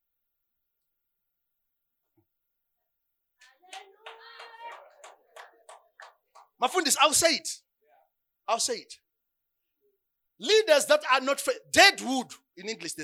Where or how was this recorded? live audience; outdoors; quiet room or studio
live audience